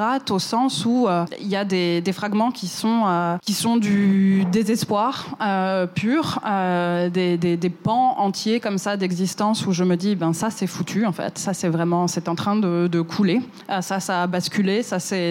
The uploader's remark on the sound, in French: cet épisode a été enregistré à la Gaîté Lyrique